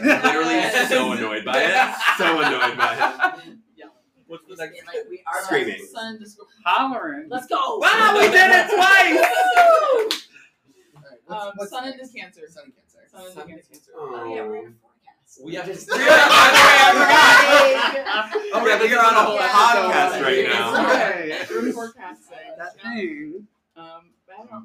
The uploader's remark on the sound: Coming at you LIVE from NORWAC